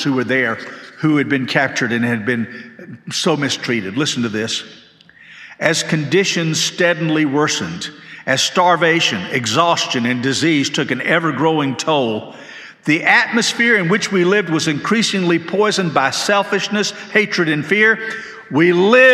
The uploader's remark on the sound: This sermon was delivered on April 23, 2023 at First Baptist Church Hendersonville, NC.